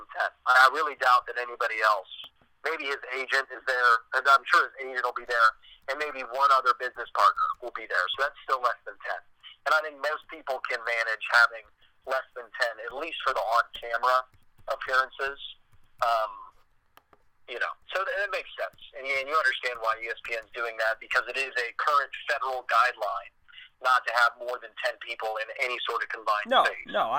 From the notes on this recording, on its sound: Talked via phone.